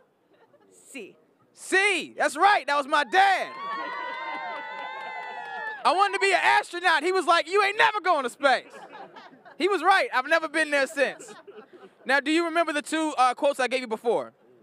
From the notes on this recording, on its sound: LIVE from the roof of The Spreckels Theater in San Diego